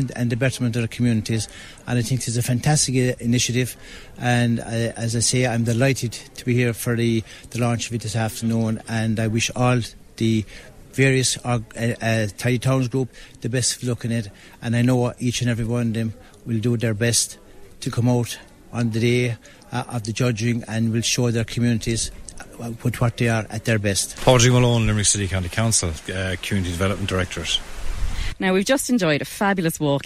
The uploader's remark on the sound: Limerick’s Going for Gold was launched on Friday in Castleconnell. Was at the launch in the Castle Oaks Hotel and she spoke to a number of those involved.